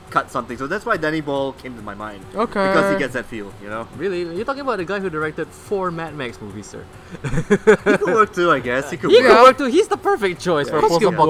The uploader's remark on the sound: This episode was recorded live during a thunderstorm from the carpark of the cinema so apologies for the sound quality.